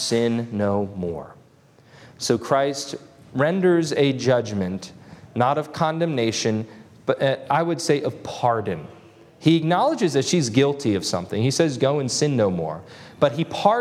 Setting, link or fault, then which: setting, large echoing room